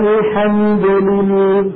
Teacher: الصوت من طالع طالع من الشباب الصوتية من الحنجرة، لما يصل إلى الفم يهد الإسانة من هذه المنطقة قد التفق بغار الحنك الأعلى وسد الطريق عليه، فيضطر الصوت أن ينحرف بعضه عن يمين اللسان وبعضه عن يسار اللسان ليتابع طريقه وخروجه إلى خارج الفم. أي فاللي عم ينحرف ما هو اللسان، اللي عم ينحرف هو الصوت. · Term: اللام